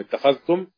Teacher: طبعا ليها قراءة بالإضغام، اتخذتم إضغام كامل التشديد، بتدخل الدال في التاء